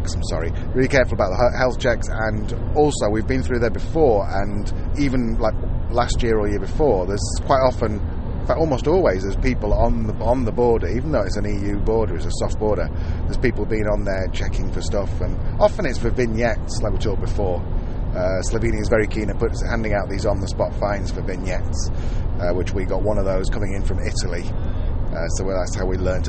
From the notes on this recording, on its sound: Join us for live podcasts (from the car!) as we travel from the northern coast of Europe (Lithuania) to the southern coast (Croatia).